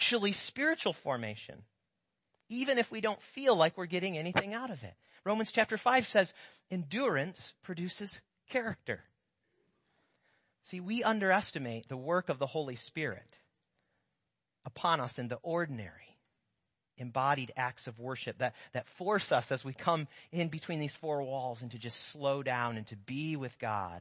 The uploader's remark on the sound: Sermons preached at Church of the Good Shepherd, Maitland, Florida.